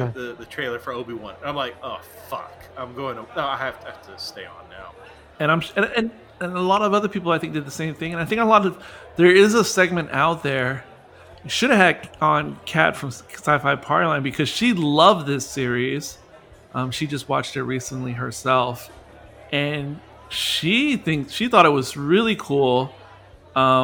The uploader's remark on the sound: This discussion was filmed in front of a live bar-side audience